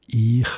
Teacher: die Oberbaselbieter sagen «ich», also mit einem offenen «i»